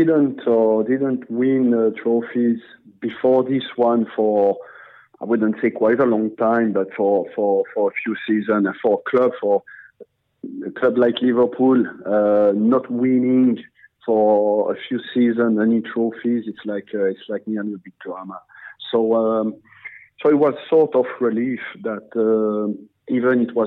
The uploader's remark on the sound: joins us on the phone